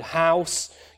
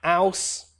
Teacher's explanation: for the word house, you'll get speakers that say ouse. This is a common feature in modern day British English. · Shown in: second take · It's quite a stigmatized feature still. · Term: H dropping